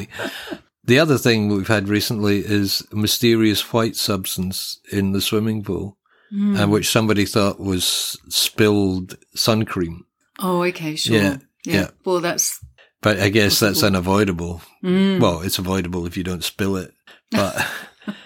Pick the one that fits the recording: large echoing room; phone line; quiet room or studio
quiet room or studio